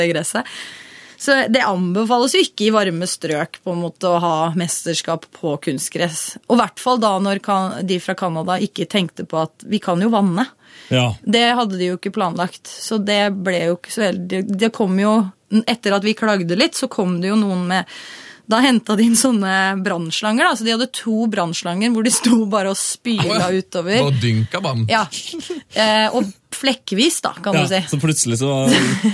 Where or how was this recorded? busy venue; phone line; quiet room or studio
quiet room or studio